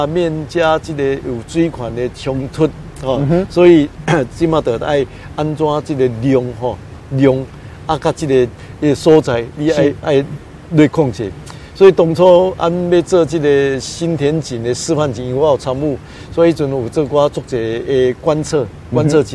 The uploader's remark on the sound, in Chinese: 雲林古坑乾旱現場